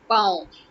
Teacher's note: Foot, paon. Yes, at the end you're listening to the nasalized N sound